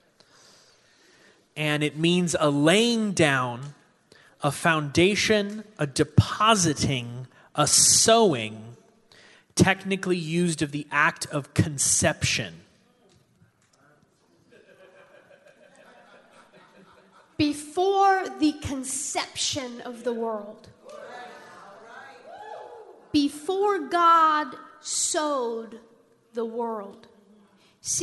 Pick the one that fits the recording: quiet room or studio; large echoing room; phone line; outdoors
large echoing room